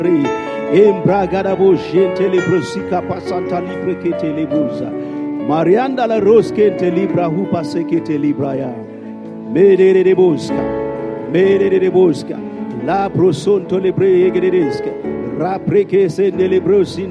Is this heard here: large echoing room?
yes